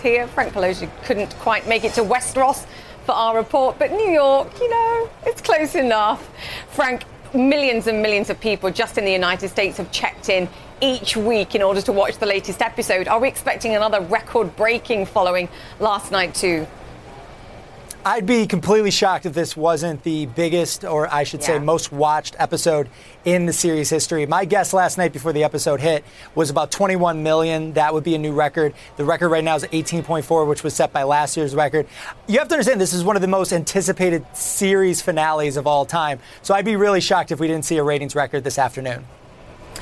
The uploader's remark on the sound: live from the New York Stock Exchange